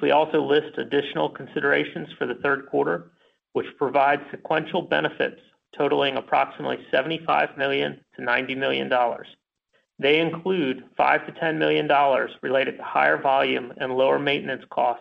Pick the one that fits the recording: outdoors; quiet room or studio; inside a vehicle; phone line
phone line